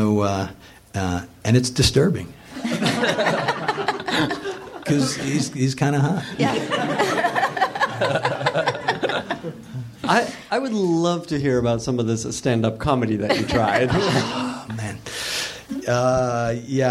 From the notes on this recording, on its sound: Recorded live at Meltdown.